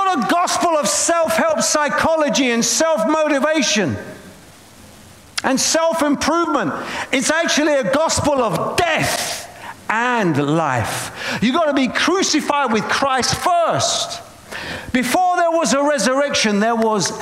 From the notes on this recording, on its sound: preaching at a Church in Boston.